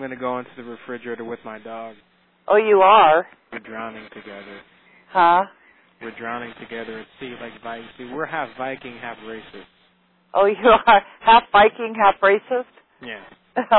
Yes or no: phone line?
yes